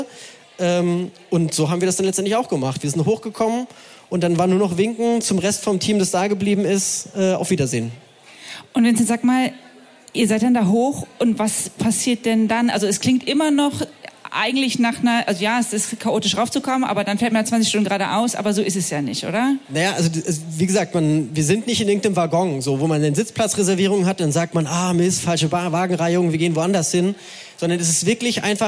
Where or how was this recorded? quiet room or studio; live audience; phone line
live audience